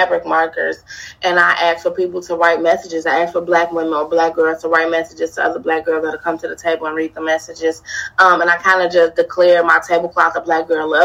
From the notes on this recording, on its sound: Virtually between Chicago, IL and Houston, TX.